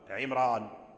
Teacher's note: لأن عمران راء مفخمة، عمران، عمران راء مفخم، لأنه اسم عجمي